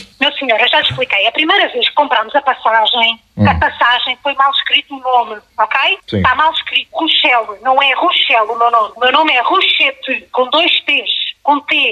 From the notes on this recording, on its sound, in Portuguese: RFM - Telefonema.